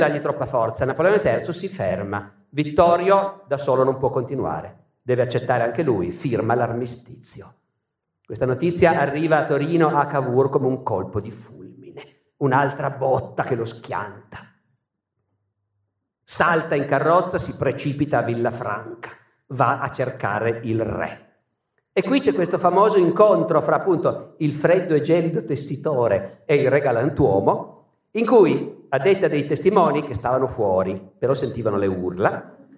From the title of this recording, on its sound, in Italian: Teatro Nazionale di Genova, 2019